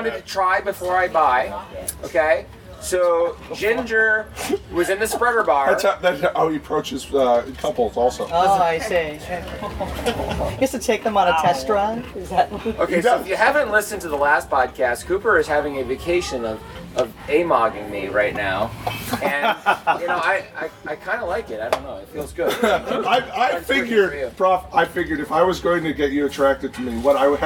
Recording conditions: live audience